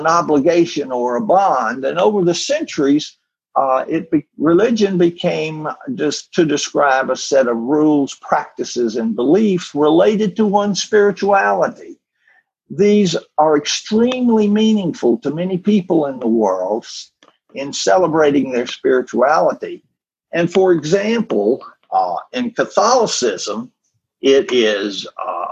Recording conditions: video call